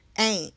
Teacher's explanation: you don't even say the T at the end. It's A.